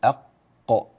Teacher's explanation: أول مخرج، أول ما يقابلنا في اللسان، في آخر اللسان في الداخل، آخر اللسان منطقة تسمى أقصى اللسان، يعني أبعد شيء في اللسان عن الخارج، عن الفم، أبعد شيء في اللسان يخرج منه حرف القاف